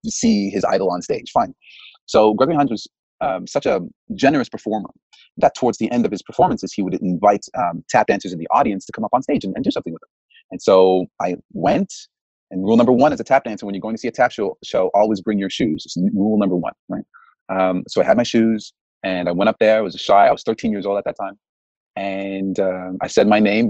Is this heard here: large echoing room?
no